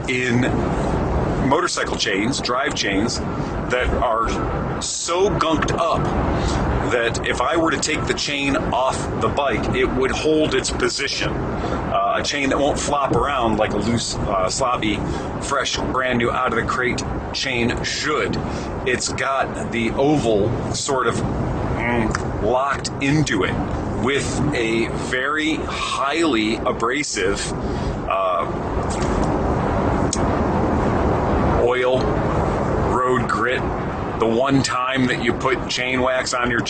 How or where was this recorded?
inside a vehicle